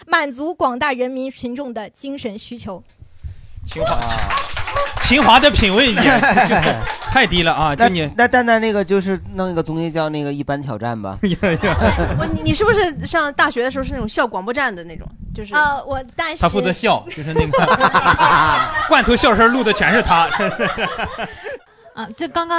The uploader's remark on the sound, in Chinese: 本期我们的单口喜剧（脱口秀）演员主播们和现场的观众朋友们一块聊了聊。录制现场因为618付尾款活动而暂停十分钟。